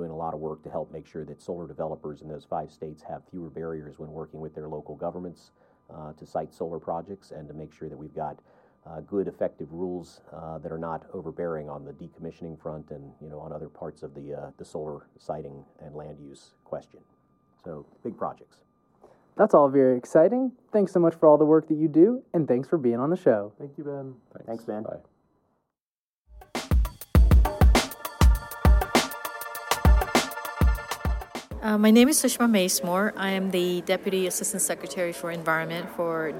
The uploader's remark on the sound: Live at the Appalachian Energy Summit. We are live in the mountains of Boone, NC for the Appalachian Energy Summit, hosted by Appalachian State University.